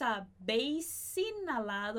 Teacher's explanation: Bo, so, tro, sa, beis. Então a gente vai juntar esse S de vosotros com o A de habéis, porque o H não vai ser pronunciado. · Então, esse S de habéis no finalzinho, ele vai juntar com o I de inhalado. E esse H de inalado não vai ser pronunciado, mesmo dando muita vontade. A gente que fala português vendo NH e querer falar inha, inhalado, não é assim que se fala, ok?